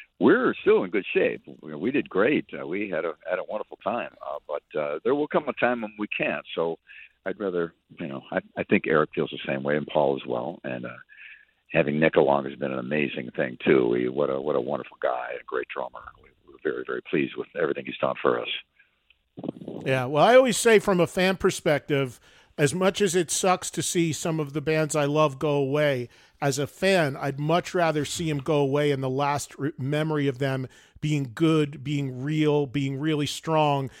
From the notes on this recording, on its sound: a special call